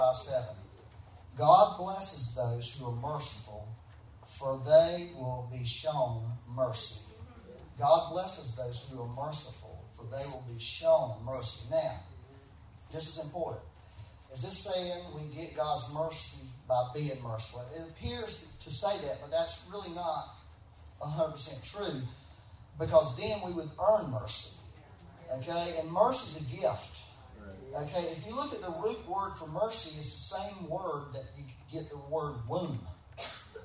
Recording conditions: poor sound quality